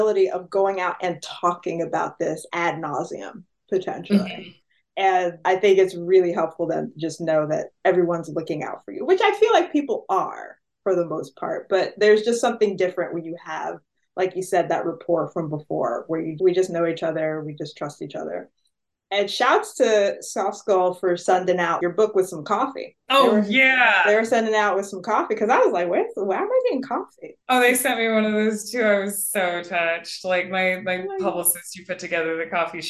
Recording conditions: video call